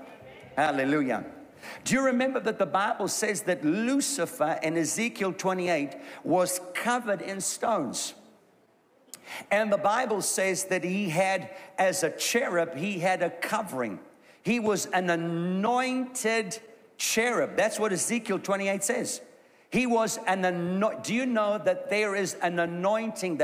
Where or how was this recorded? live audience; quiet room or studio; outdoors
live audience